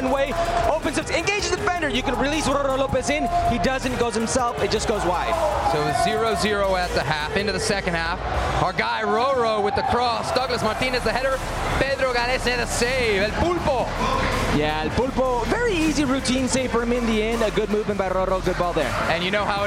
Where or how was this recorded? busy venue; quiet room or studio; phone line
busy venue